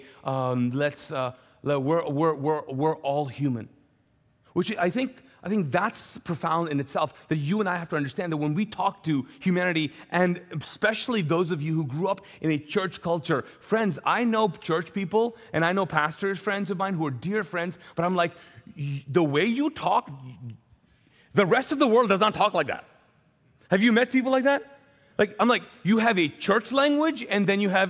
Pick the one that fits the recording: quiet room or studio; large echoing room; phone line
large echoing room